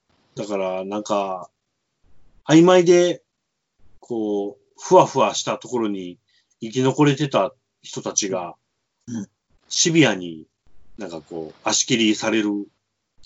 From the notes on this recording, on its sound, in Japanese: 自粛期間中のオンライン飲み会を収録してみました。酔っ払いのダダ喋り。